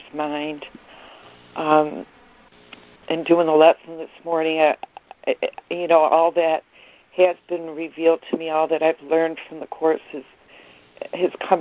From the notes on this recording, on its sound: ACIM Daily Conference Call.